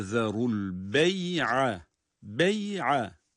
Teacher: bu şekilde ayın harekesiyle okunursa ya uzatılmaz